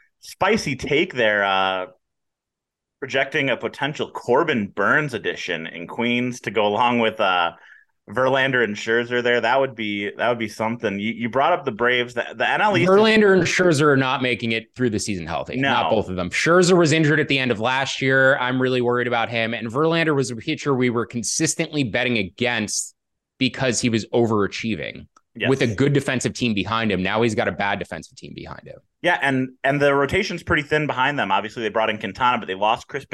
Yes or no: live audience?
no